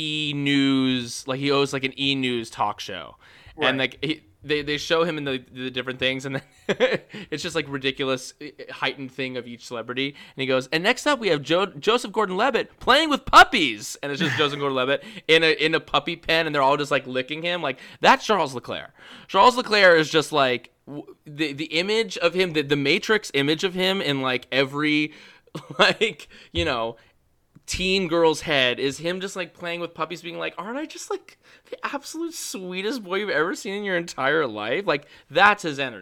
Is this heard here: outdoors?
no